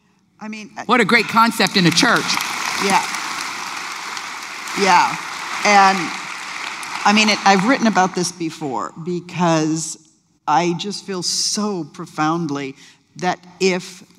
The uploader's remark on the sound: LIVE conversation. With an audience Q&A.